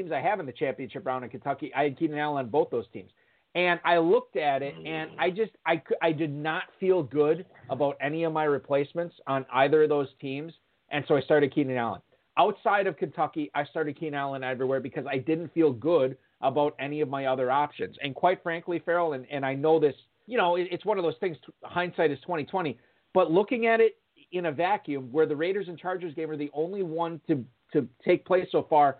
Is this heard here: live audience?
no